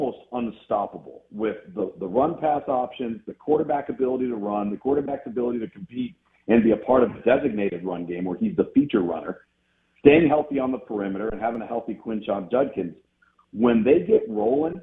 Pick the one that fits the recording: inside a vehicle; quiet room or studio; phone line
phone line